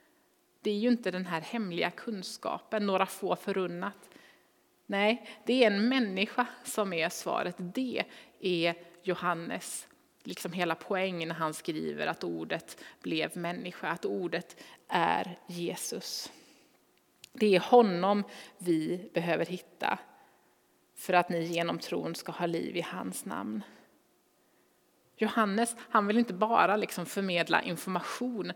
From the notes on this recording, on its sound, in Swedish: Inspelning från Immanuelskyrkan Skövde.